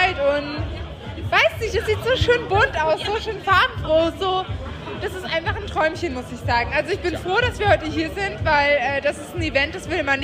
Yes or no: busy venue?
yes